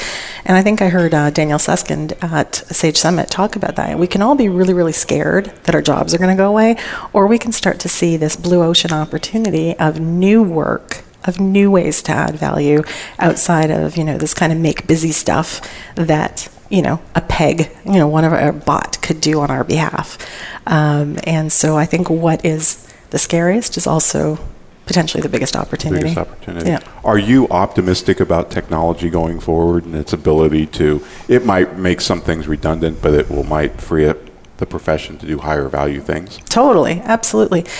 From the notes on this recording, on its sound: Live Broadcast at the The IPBC IGNITE Conference.